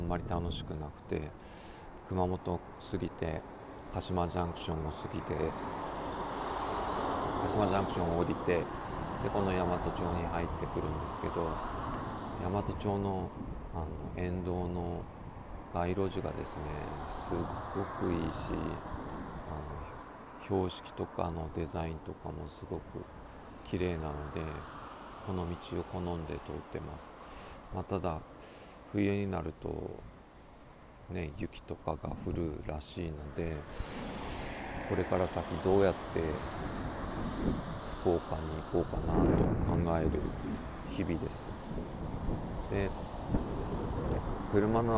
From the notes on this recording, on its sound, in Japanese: 福岡から木城に無事戻りました。帰り道の途中の素敵な場所と300kmの移動中、どうしてるかを話しました。是非、野外録音を楽しんでください。